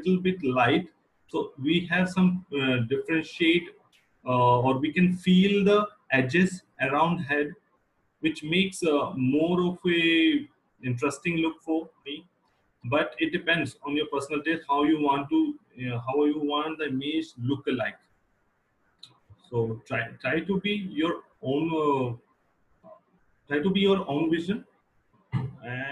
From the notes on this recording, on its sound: This is podcast episode recorded during SPW Online Basic Photography Workshop.